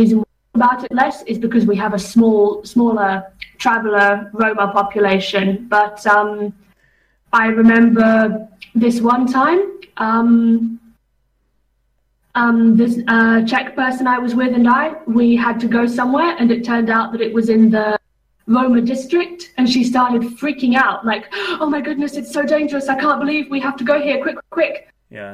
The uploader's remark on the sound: We did a nice skype catch-up.